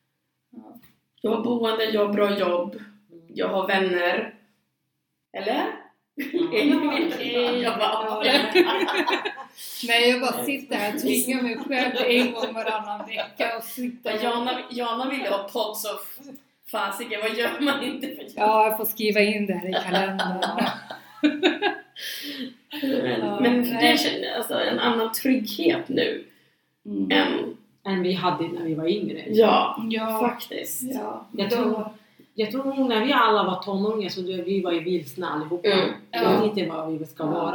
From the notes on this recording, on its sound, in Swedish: Ljudet är inte det bästa i detta avsnitt pga röstproblem.